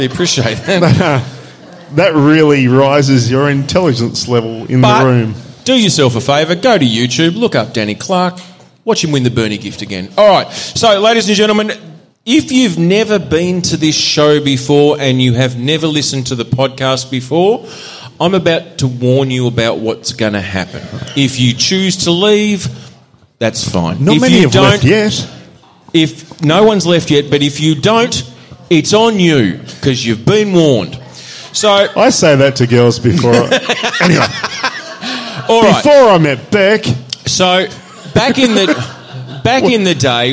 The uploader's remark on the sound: We're back for the second half of our 300th live show